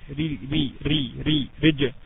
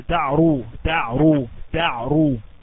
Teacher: تعرو اللي هنا الراء مضمومة تفخم الراء · Shown in: second take